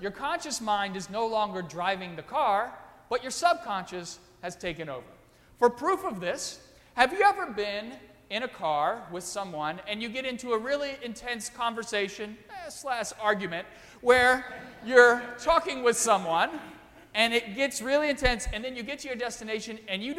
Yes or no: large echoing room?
yes